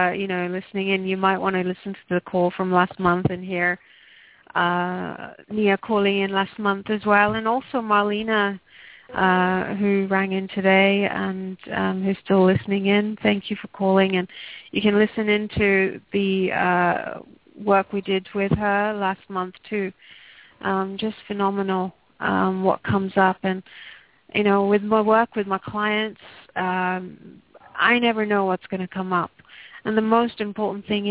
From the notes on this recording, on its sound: Takes your calls for healing live today!